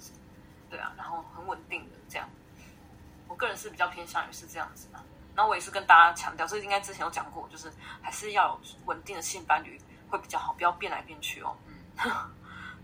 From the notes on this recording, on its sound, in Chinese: 但因為這次硬碟出了點問題，所以二次錄音下沒有收音的很好。如果有聽到一些雜音也請多多包涵。